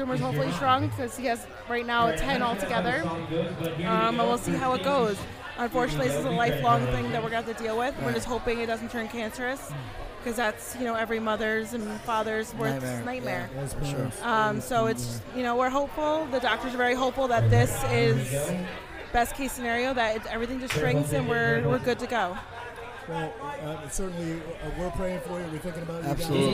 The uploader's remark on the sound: we are broadcasting live from Beacon 70 in Brick, NJ